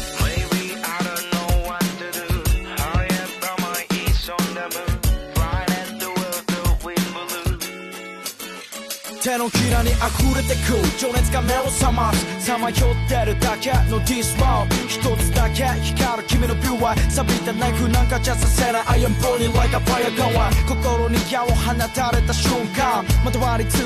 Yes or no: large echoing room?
no